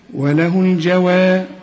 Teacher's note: وبعدين الراء هنا عند الوقف مفخمة، لأن أنا قلت لك الراء اللي قبلها مفتوح بنفخمها عند الوقف